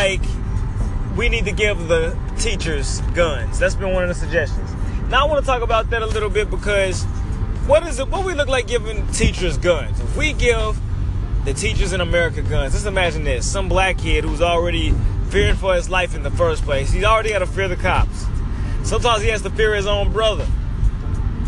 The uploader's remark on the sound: Live from BOK